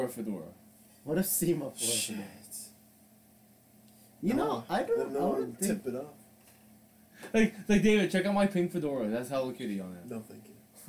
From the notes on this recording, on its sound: Old unreleased episode with old sound.